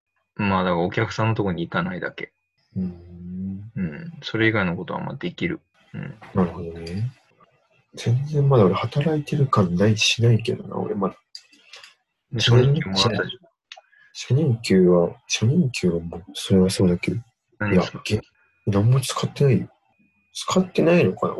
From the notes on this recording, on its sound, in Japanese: リモート録音なので音質はそこまでよくありません。